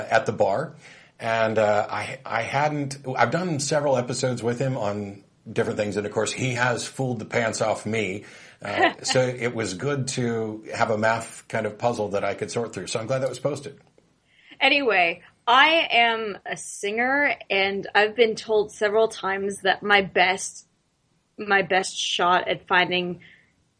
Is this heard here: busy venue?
no